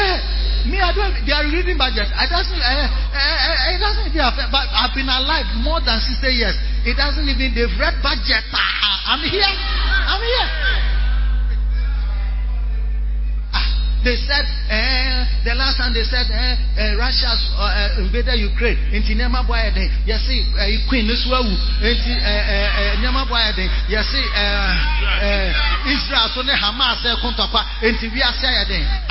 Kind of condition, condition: setting, large echoing room